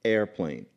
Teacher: you don't pronounce airplane beginning with a vowel, you pronounce it beginning with a consonant, which is the glottal stop